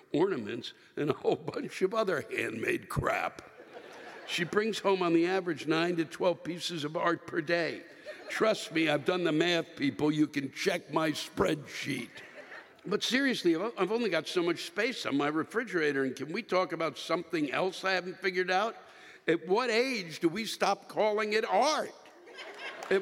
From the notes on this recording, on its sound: This week’s live rants come from the Ovens Auditorium in Charlotte, North Carolina.